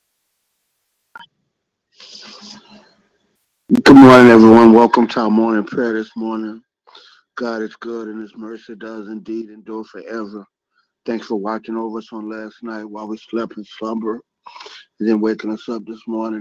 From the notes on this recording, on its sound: 6AM Prayer Call. Live Prayer.